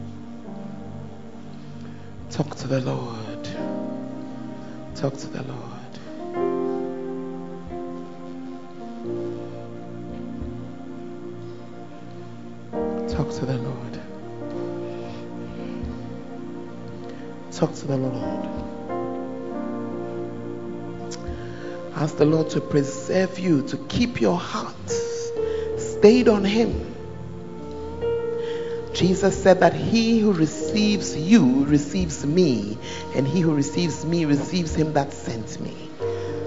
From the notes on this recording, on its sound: Preached At First Love Church Ayeduase; Charisma Service